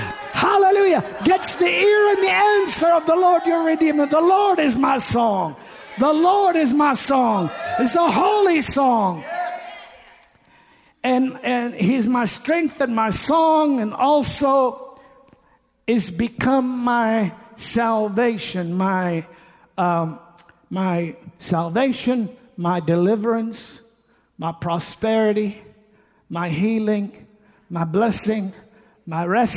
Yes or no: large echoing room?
yes